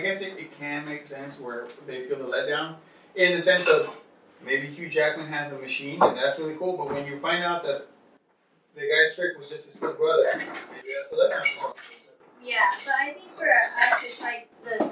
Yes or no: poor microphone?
yes